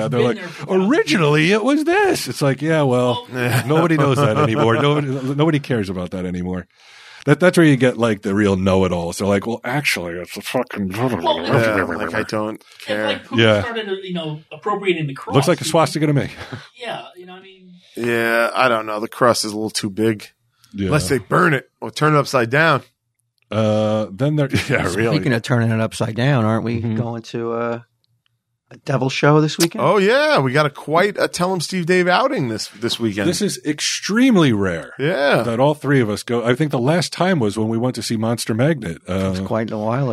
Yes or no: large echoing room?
no